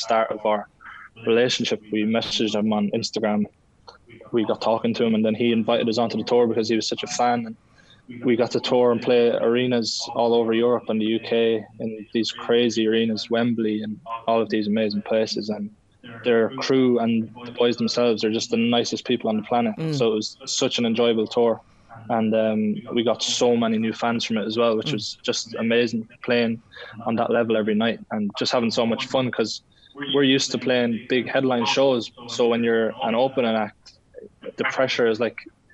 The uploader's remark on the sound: caught up with the lads via Zoom